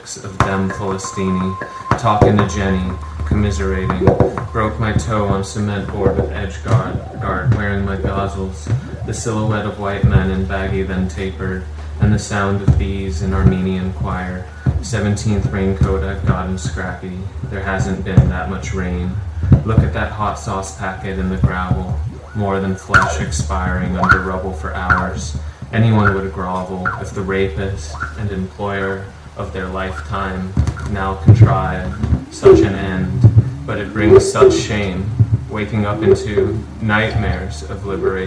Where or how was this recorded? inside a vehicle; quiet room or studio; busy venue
busy venue